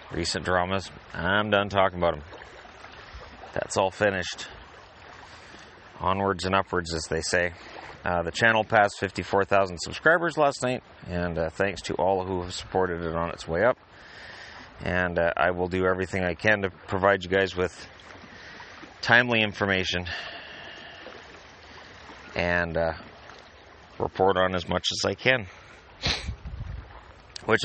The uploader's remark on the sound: I figured one last podcast from the lake might be fun, so I started recording.